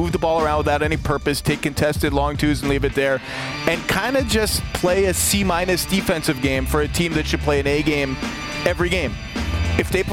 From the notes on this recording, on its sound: Live from the NBA Draft Lottery.